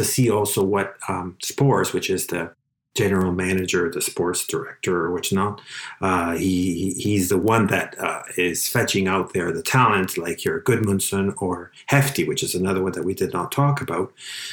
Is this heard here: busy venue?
no